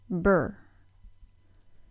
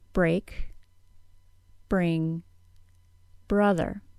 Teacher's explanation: To create the B sound, my lips press together, then release. In the BR cluster, the R sound begins at the same time as the lips open. This creates the following sound, brr.